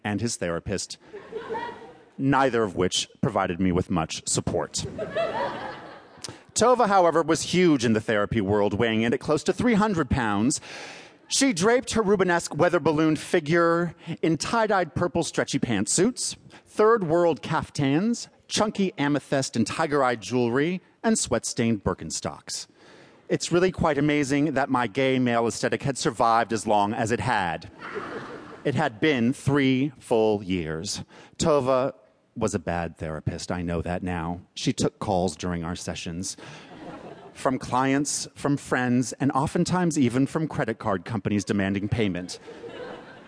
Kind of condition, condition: setting, live audience